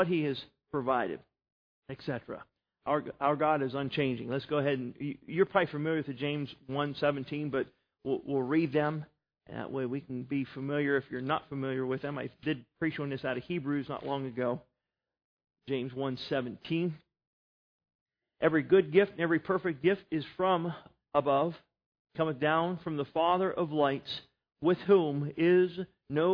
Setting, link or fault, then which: setting, large echoing room